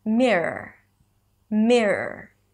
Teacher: The R schwa R is usually reduced when you speak quickly to one long R. · IPA: ˈmɪɹəɹ